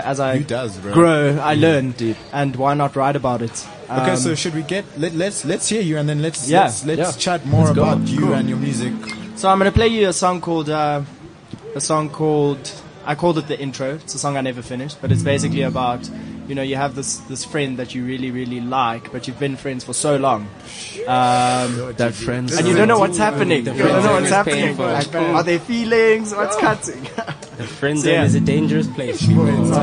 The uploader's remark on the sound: had our first outside broadcast - coming to you live from the Lifestyle Home Garden